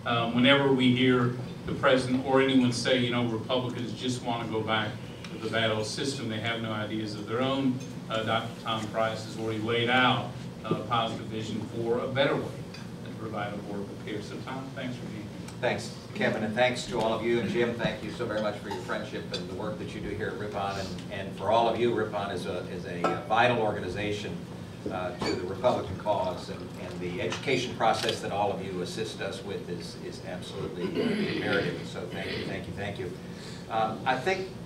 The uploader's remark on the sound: WASHINGTON, D.C. The Ripon Society hosted a breakfast discussion with four members of the Ways & Means Subcommittee on Health.